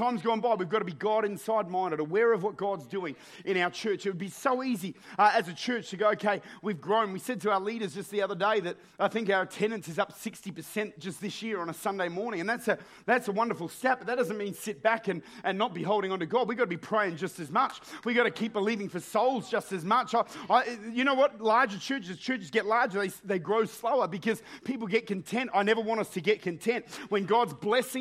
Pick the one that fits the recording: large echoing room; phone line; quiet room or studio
large echoing room